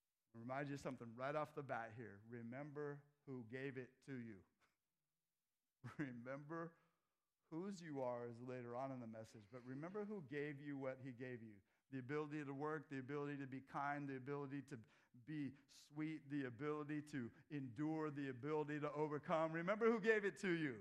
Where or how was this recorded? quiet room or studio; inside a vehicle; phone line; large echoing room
large echoing room